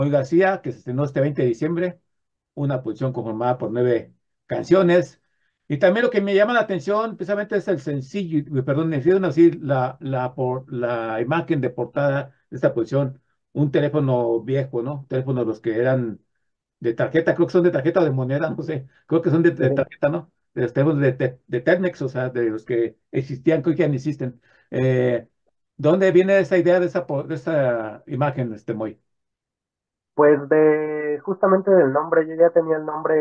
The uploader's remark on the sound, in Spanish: Charlamos vía zoom